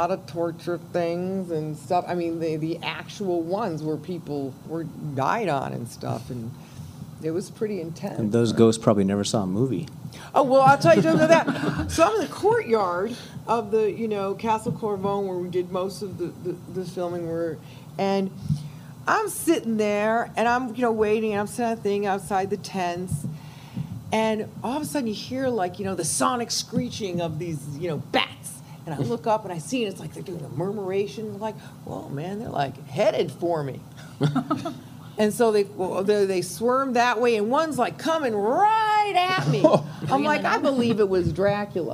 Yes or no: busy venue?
yes